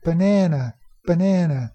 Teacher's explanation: That second syllable is longer, higher pitched, and even a little bit louder. · Term: stress